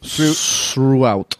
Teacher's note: Yeah, so the th becomes s.